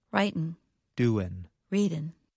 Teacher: in fast speech, many Americans do not pronounce the g at the end of the verb.